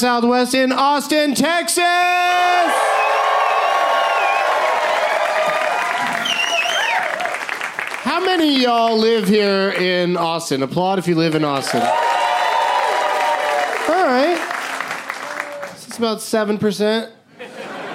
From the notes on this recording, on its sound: Live from Esther's Follies in Austin as part of SXSW